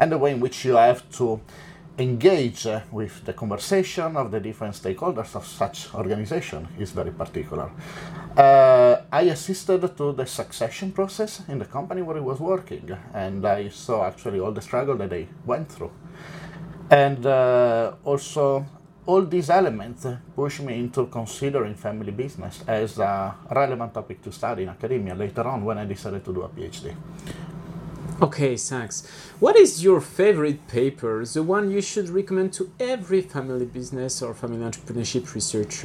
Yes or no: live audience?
no